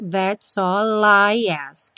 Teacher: juntamos o S com o all